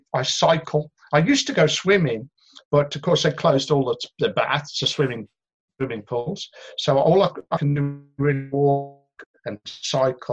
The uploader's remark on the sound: on a zoom call